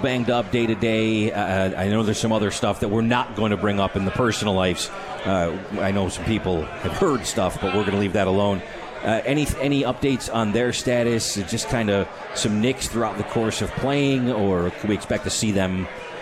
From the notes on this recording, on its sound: live from The 72 Tavern